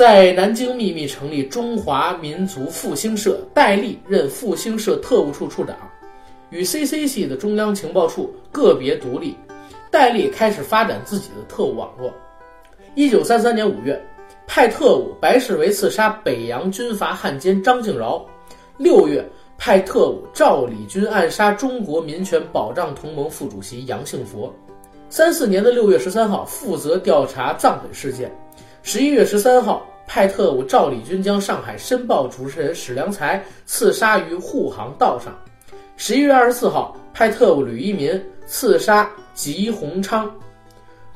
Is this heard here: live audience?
no